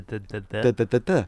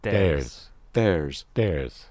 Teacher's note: make that D against the back of the upper incisors, almost in between the teeth